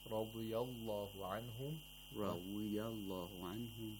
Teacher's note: See, we have this istitala for a dad. That is lengthening. See, before I pronounce the dad, you hear some sound.